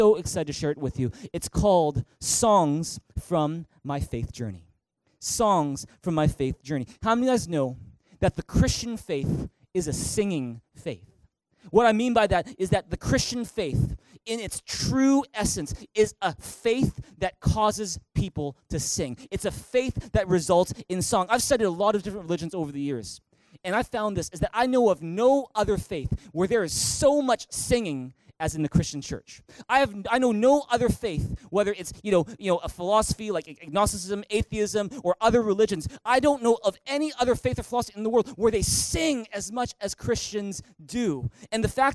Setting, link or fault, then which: setting, large echoing room